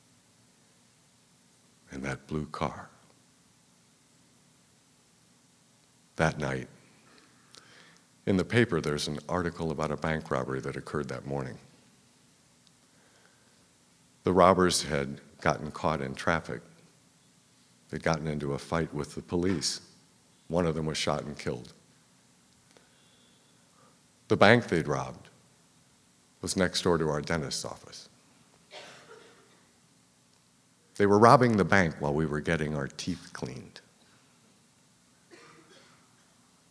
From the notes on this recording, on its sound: The Moth Live in Austin, TX